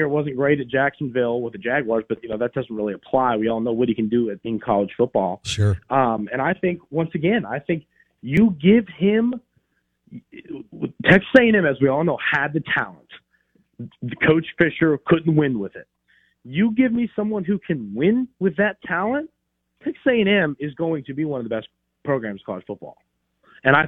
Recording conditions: phone line